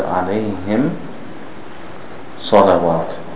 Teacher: the ميم ساكن is pronounced clearly when followed by the صاد.